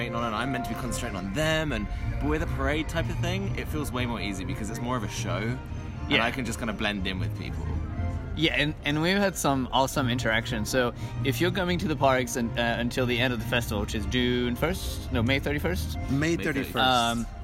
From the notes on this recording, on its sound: Live in Disneyland Park.